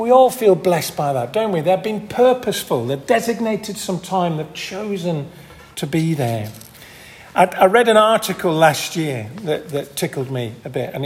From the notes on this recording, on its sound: This audio recording was taken from the 10:30 Communion service at St Mary and St John's Church in Hardraw on 19th February, 2023.